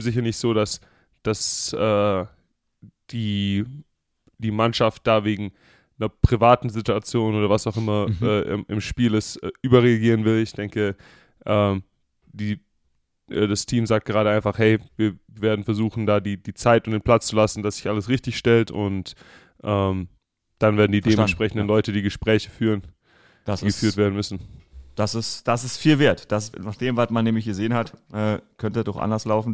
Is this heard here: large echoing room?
no